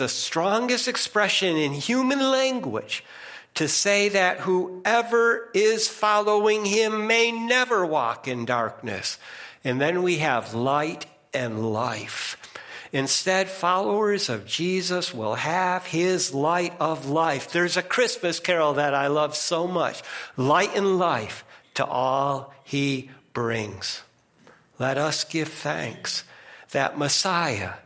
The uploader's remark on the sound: First Congregational Church of Clinton, MA -- Sermon -- November 20, 2022